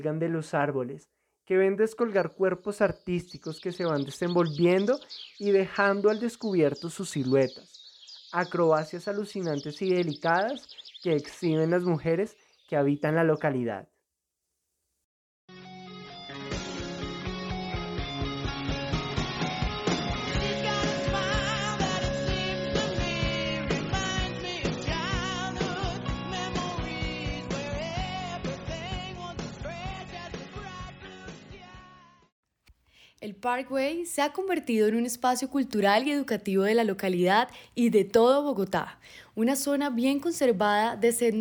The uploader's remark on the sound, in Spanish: Un recorrido etnomúsical por Teusaquillo, la localidad más pintada de verde de la capital. Los sonidos del ambiente, las voces de sus habitantes y la música serán los protagonistas de este podcast.